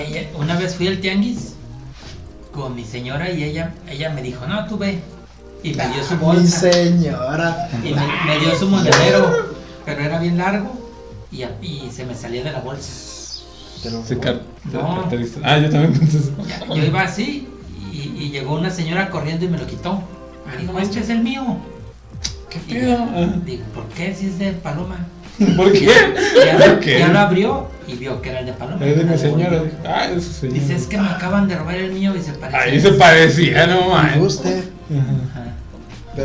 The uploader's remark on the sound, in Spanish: En vivo Fallido. Esperamos mejorar el audio.